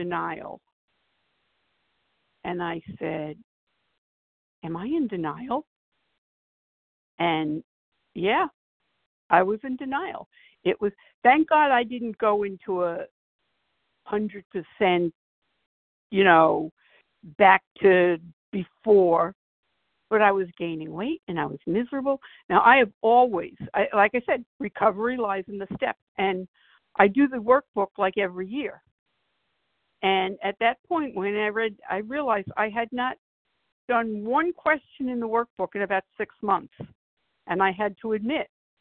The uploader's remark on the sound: from the 100 Pounders Phone Meeting